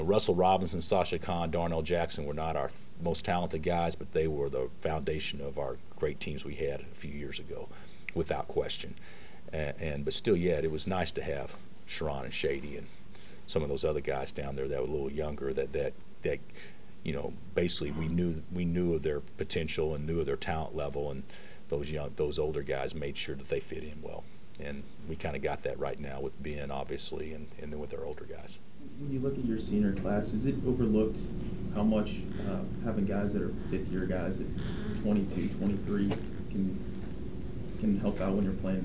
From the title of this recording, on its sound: Press Conferences & Post-Game Interviews